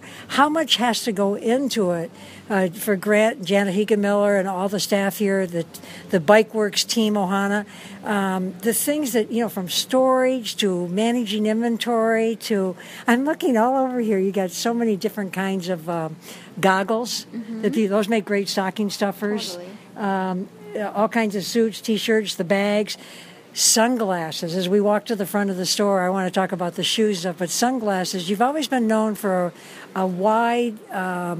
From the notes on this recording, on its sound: Kona Beach & Sports, Kailua Village Big Island of Hawaii. Walk and talk while in the store. In the Kona Inn Shopping Village (on Ali Drive oceanside in Kailua Village).